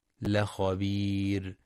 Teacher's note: مع ترقيق الراء عند الوقف لخبير لسكونها بعد ياء مدية